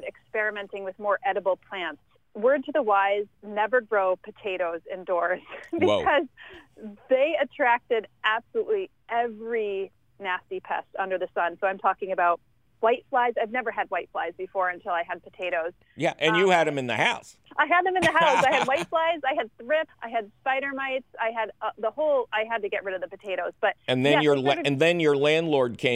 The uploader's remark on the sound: We talk with a guest. Your fabulous phone call questions.